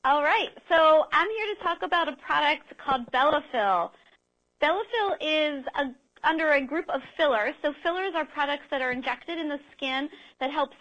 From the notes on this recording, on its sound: Skype Guest. Phone guest.